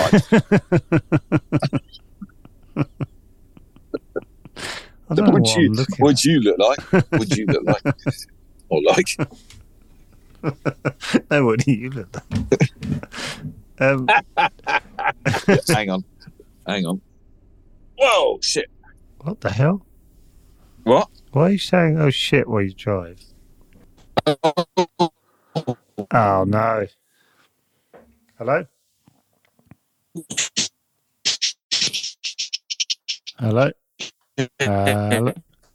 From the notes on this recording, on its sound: In spite of the very shaky G4 signal. Starting off at Widecombe in the Moor. He jumps in the Beech Bomber (or should that be Moor Bomber?) and heads to one of Dartmoor’s most famous landmarks, the Haytor Rocks.